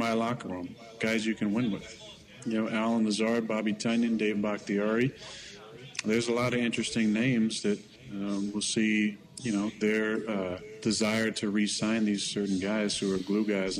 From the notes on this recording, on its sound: live from the Root River Center in Franklin